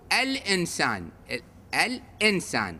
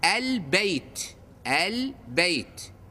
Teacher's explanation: إذن الهمزة والباء حرفان قمريان، اللام تظهر وياهم